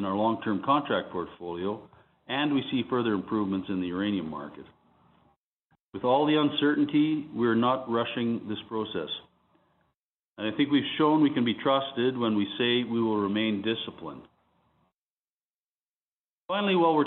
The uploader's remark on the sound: This week’s episode features Cameco’s Q1 conference call